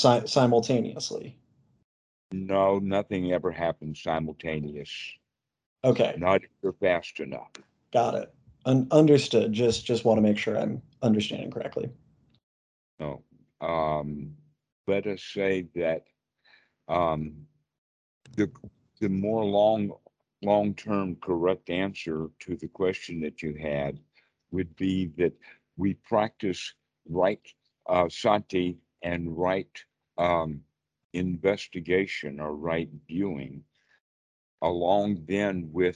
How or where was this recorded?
video call